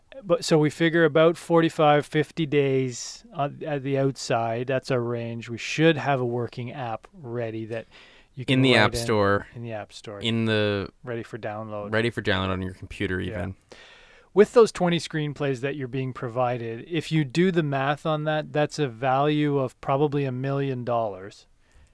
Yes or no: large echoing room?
no